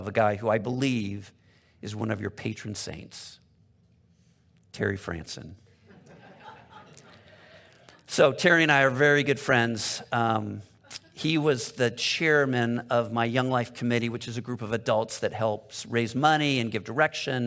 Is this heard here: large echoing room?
yes